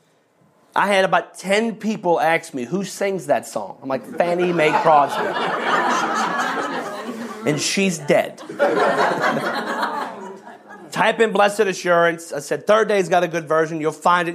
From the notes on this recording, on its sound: Every February, pastors and leaders from around the country gather together at our leadership conference for dynamic teaching, powerful worship, impartation, ministry, and covenant relationships. One of the recordings from our 2023 Leadership Conference.